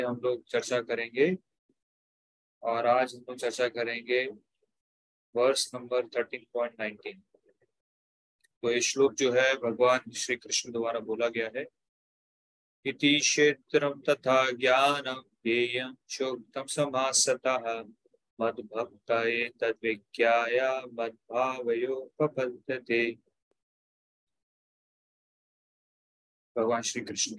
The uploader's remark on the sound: Zoom online session